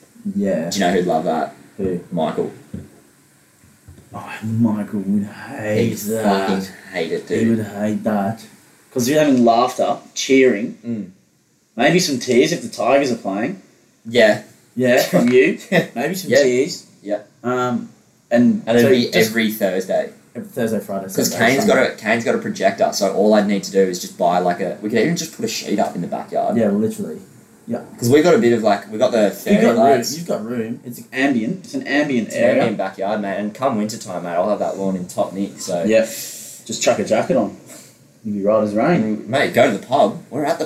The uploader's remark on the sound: Apologies for the poor audio this week.